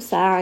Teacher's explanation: ع is going to be from the middle of the throat.